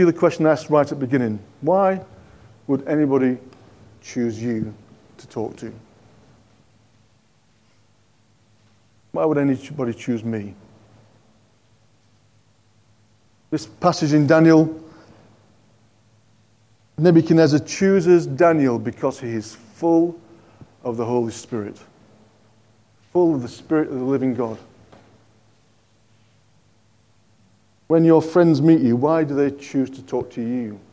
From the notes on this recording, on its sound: On 12th November 2023 at King's Church, Cockermouth, as an audio file.